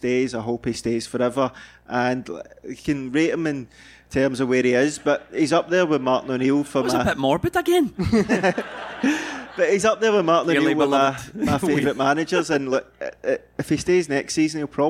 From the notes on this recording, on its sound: End of Season Live Show. Apologies for some of the visual aspects of the show not translating well to an audio medium.